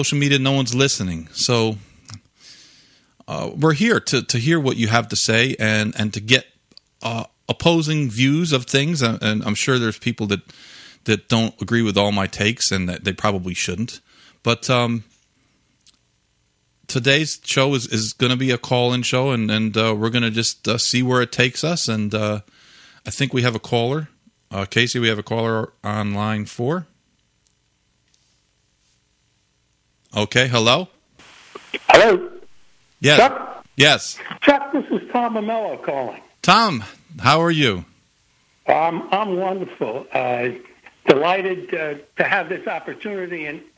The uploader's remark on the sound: Going in Circles LIVE call-in show. We took callers and discussed various issues that listeners were concerned about.